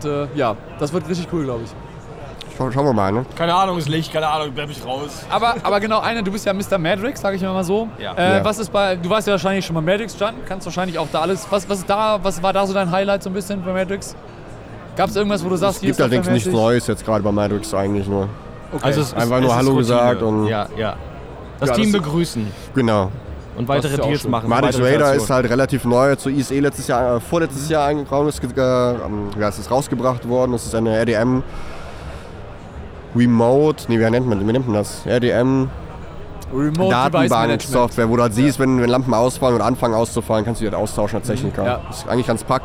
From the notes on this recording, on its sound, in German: Videopodcast mit der stage223 Community live von der Prolight + Sound 2022. Wir haben die stage223 Community während der Prolight + Sound Messe zu einem Podcastinterview am Steinigke Stand eingeladen.